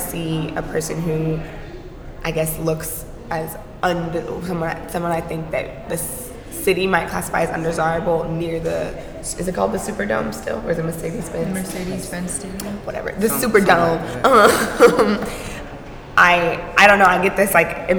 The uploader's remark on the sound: Recorded live at Gallery 72. This conversation is presented in collaboration with the Atlanta Mayor’s Office of Cultural Affairs.